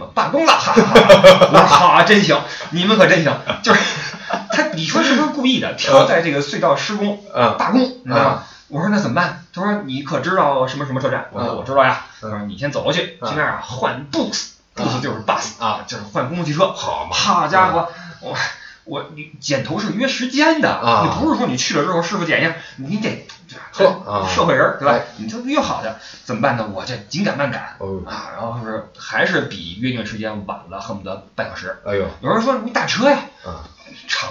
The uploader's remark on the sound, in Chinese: 出门在外没带专业话筒，音质抱歉。